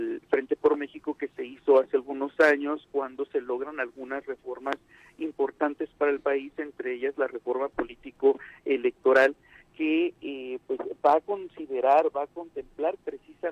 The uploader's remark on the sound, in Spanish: vía telefónica